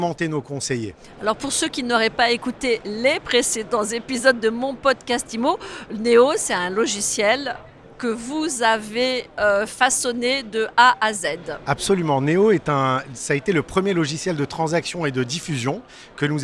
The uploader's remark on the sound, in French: Cet épisode a été enregistré en direct du salon RENT.